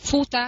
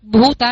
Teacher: mình đọc Phuta thì nó ra chữ pơ và chữ hơi, chứ không phải là bờ và hơ nữa